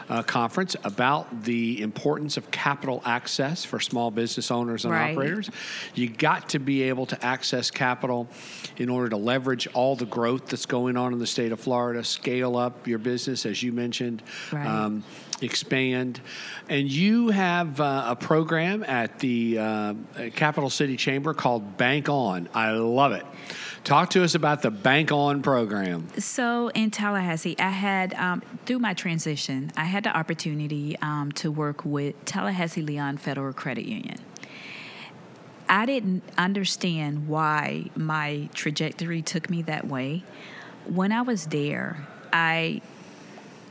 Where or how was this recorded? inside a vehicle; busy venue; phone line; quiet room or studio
busy venue